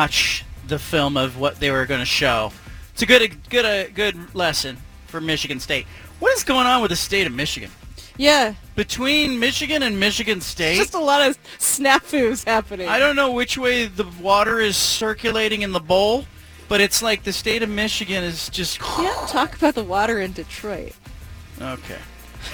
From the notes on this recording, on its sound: broadcasts live from Milwaukie Lumber in Milwaukie, Ore.